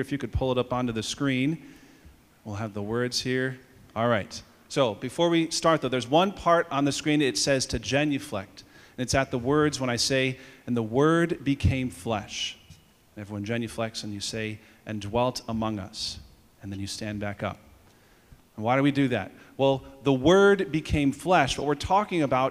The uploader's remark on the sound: Audio from all school Mass on 2/14/24.